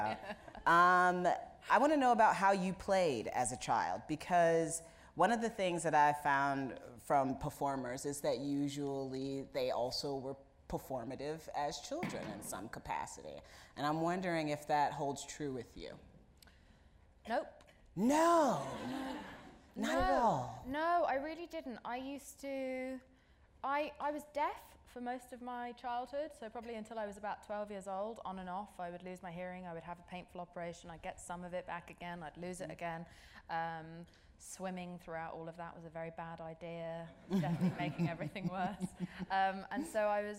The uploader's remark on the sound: The conversation was recorded on September 26, 2019 in front of a live audience at New York's 92nd Street Y.